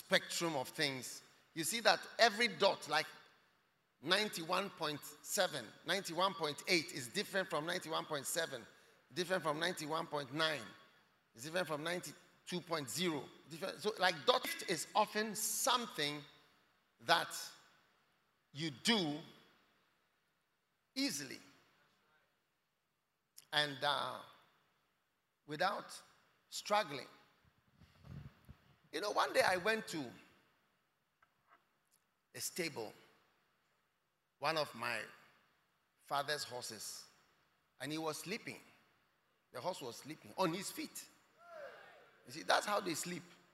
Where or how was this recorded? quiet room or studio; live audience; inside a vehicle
live audience